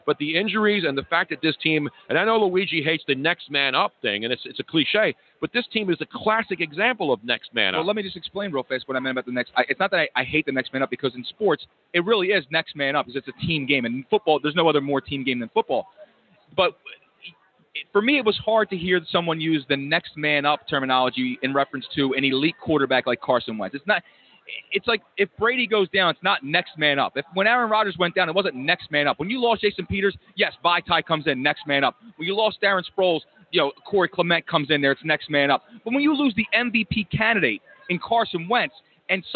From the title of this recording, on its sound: Live From Super Bowl Radio Row Day One